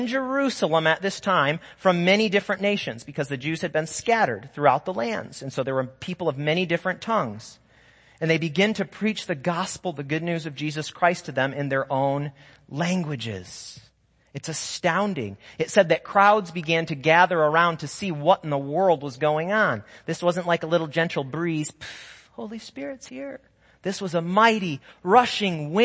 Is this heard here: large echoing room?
yes